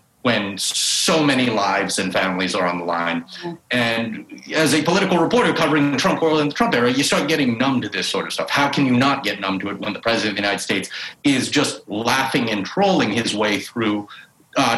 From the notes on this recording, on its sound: In this bonus episode of The New Abnormal , which happened LIVE on Zoom.